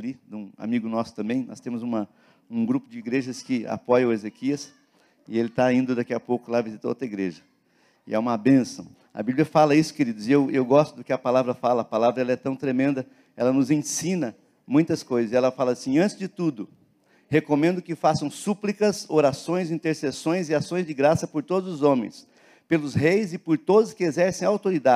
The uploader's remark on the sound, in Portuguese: na Igreja ABA Curitiba (Transmitido ao vivo)